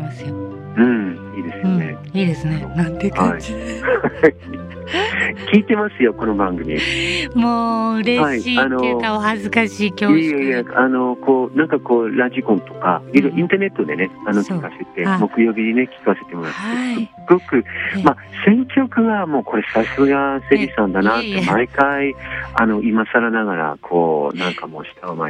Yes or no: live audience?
no